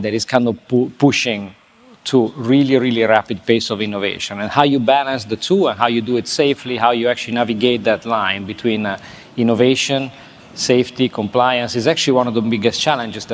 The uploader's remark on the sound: This interview was recorded at Fintech Nexus USA in New York City on May 10. This interview was recorded at Fintech Nexus USA in New York City on May 10.